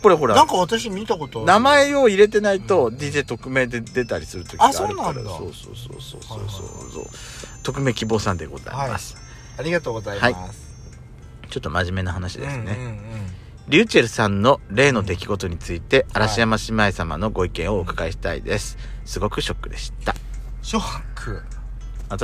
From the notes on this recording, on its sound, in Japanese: パーキング収録